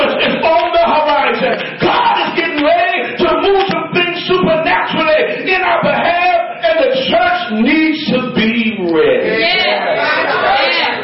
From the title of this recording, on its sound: LIVE from 1st COGIC in Decatur, IL